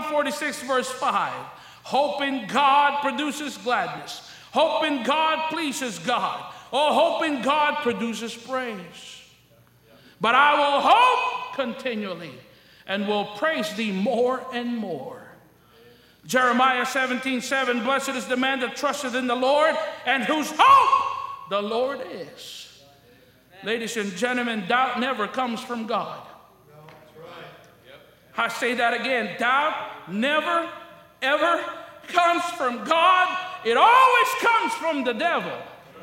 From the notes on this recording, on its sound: During the Wednesday Evening service on August 9, 2023, at North Valley Baptist Church in Santa Clara, California.